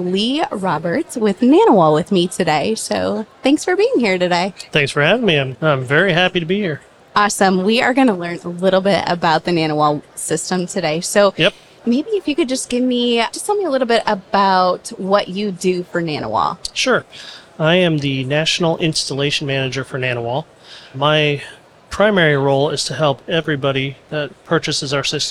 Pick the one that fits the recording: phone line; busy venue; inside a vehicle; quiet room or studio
busy venue